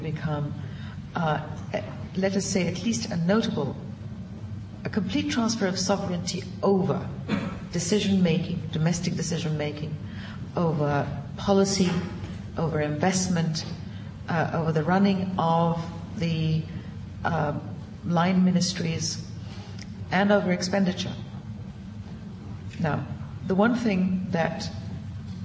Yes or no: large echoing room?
yes